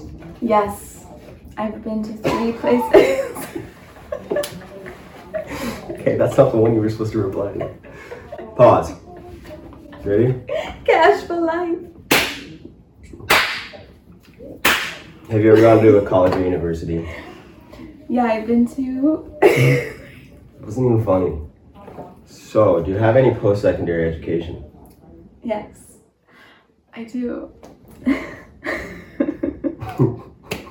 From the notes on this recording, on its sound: bad audio